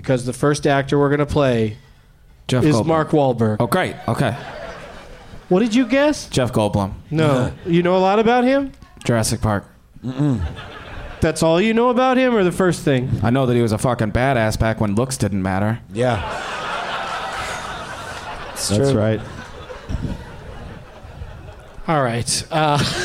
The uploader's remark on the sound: Live from the Helium Comedy Club in Portland